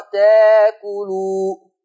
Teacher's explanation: تاكلوا إبدال الهمز الساكن بألف المادية فتقرأ تاكلوا